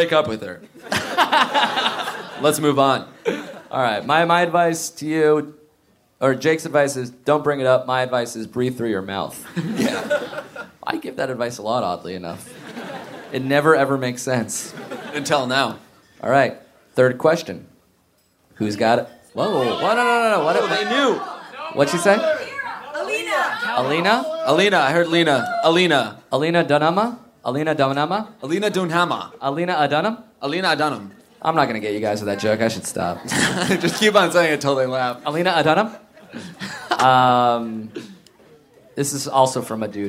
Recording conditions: live audience